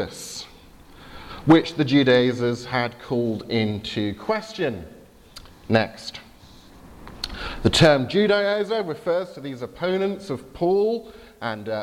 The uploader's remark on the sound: Service at Highfield Church Southampton. Due to technical problems I had to have the IT folks at the back of church advance the power point slides I was using on my behalf.